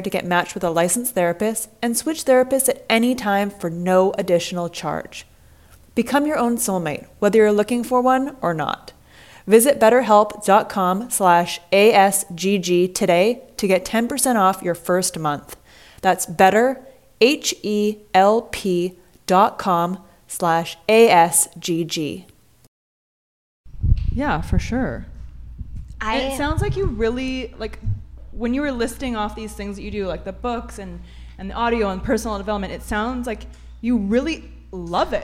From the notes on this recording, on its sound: A Sober Girls Guide Live Podcast Event. This is the recording from our live podcast event in Los Angeles. The panelists were on point and were raw and candid with our live audience. The non-alcoholic drinks were flowing and the Sober Girls were mixing and mingling.